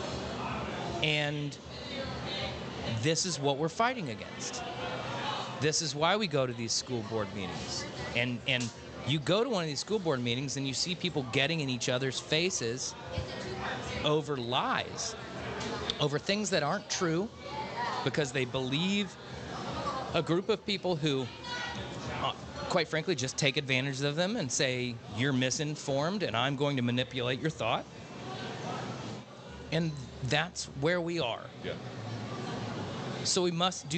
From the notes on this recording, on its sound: Celebrating live from Chatham Tap Fishers.